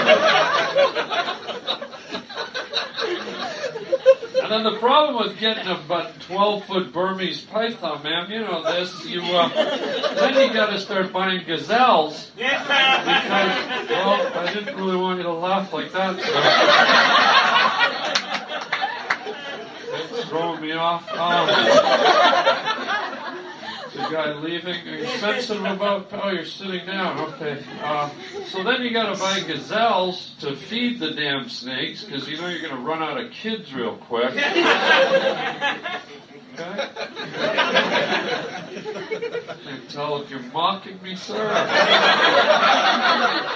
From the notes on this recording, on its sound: LIVE in an attic. Does a live stand up show in the attic of a Chinese diner.